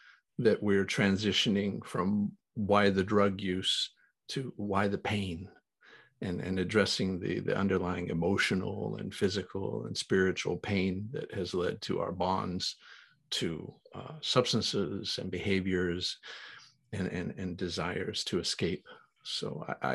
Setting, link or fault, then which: link, video call